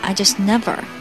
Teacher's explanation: 重音和强调要放在 never 上面